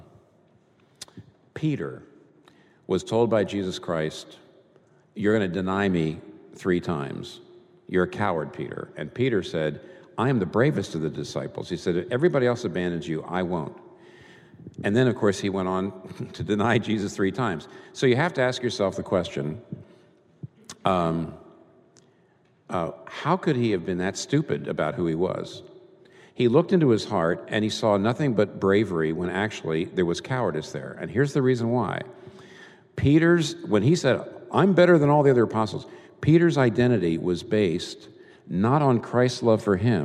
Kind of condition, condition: setting, live audience